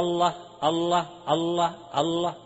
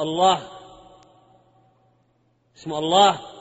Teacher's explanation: لفظ الجلالة الله في مد طبيعي حركتين أقل شيء · Shown in: second take